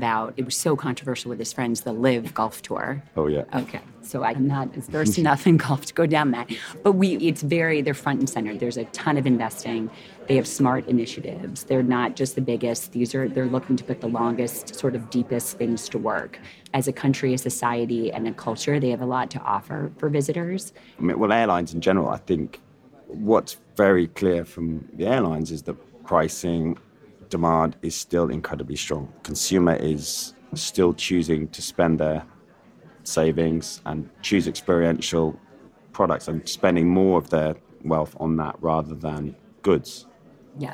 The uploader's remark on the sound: live from the floor of our 20th Pan-European Strategic Decisions Conference